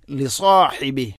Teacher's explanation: അതുപോലെ ഹ ലിസാഹിബി, സ്വാദ് ഉച്ചരിക്കുമ്പോൾ നാവിൻ്റെ മധ്യഭാഗം അണ്ണാക്കിലേക്ക് ഉയർന്നു നിൽക്കണം